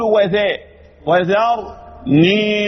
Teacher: خروج اللسان في الذال مش زي خروجه في الظاء، مش مثل خروجه في الثاء.